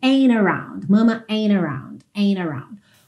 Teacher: esse T pode ser omitido e você então vai ouvir a ligação direto no N